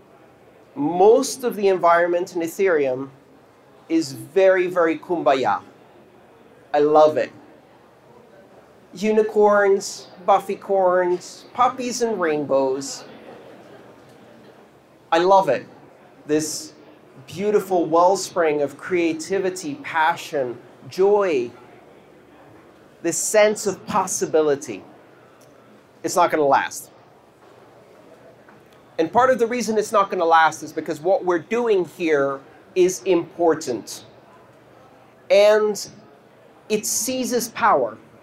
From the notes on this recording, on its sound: This talk took place on February 16th 2019 at the EthDenver conference in Denver, Colorado.